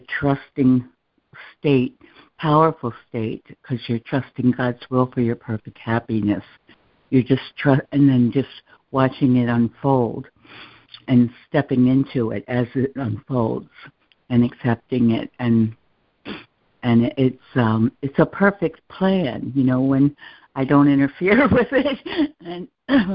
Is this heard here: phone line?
yes